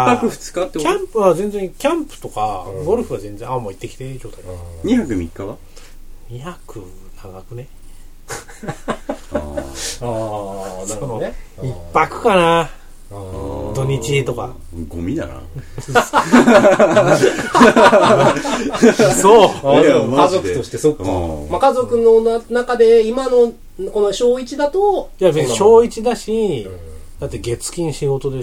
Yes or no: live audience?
no